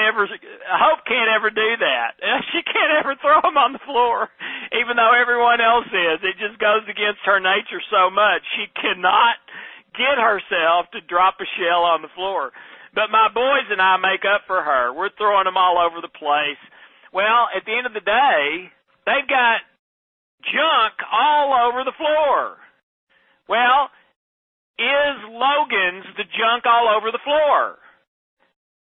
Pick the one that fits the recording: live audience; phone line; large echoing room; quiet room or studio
phone line